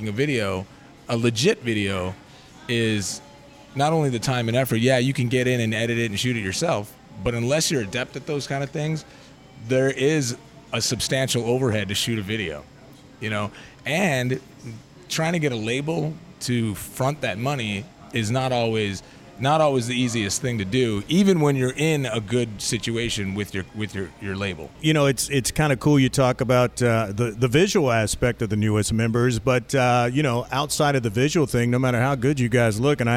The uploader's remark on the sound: Left the studio and went on location for the Rock 30 Thanksgiving weekend special to Wise Guys in Round Rock, TX. Left the studio and went on location for the Rock 30 Thanksgiving weekend special to Wise Guys in Round Rock, TX.